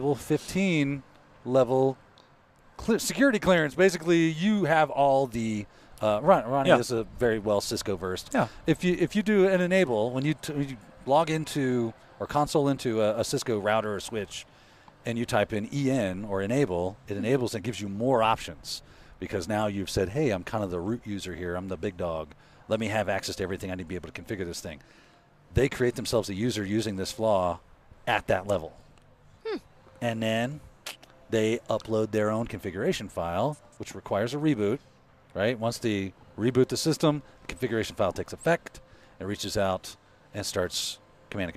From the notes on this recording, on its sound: Reporting live from South Dakota. On location at Wild West Hackin' Fest far from the ITPro studios.